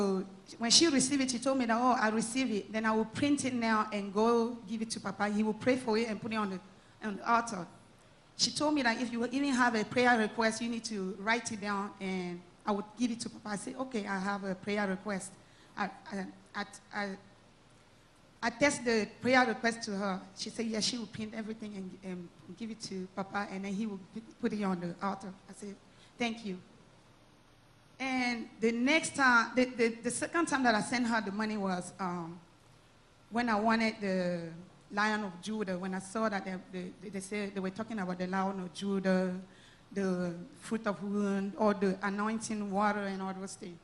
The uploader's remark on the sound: SUNDAY LIVE SERVICE